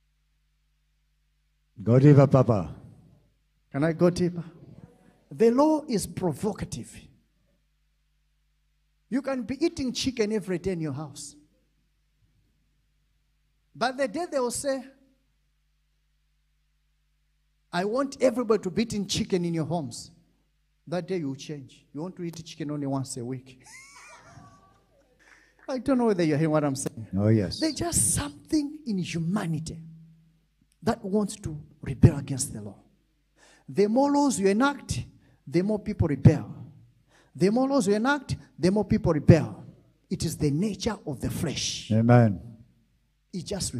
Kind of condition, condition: setting, large echoing room